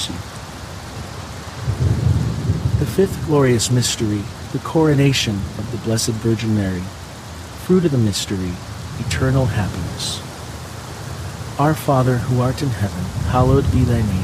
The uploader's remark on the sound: HEAVY RAIN. The natural ambient sounds of heavy pouring rain with crackling thunder and lightning.